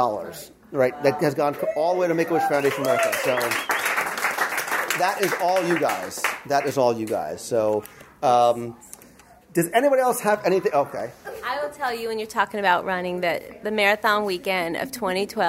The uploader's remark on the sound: 7th Anniversary Celebration LIve Recording. A live recording taken during last week's event.